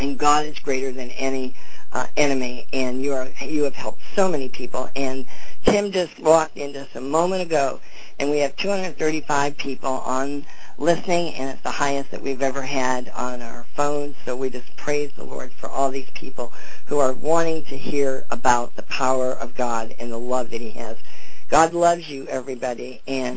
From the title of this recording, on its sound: FEBRUARY 13, 2011 CONFERENCE CALL